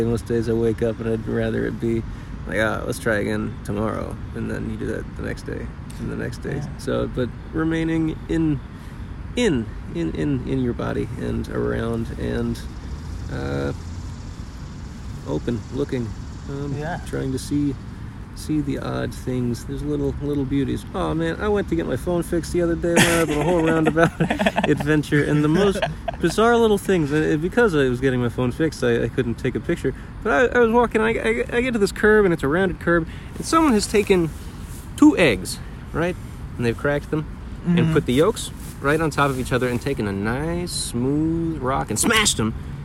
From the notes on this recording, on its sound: Joined by a group of friends enjoying a day outside in nature.